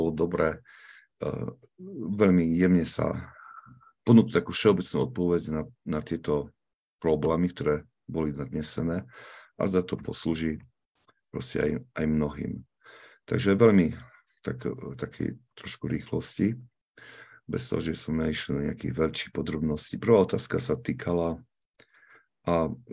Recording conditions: video call